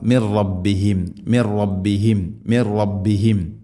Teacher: നൂനിനെ റയിലേക്ക് ഇദ്ഗാം ചെയ്യണം, മണിക്കാതെ കൂട്ടിലയിപ്പിച്ച് ഉച്ചരിക്കണം · Term: ഇദ്ഗാം ബില ഗുന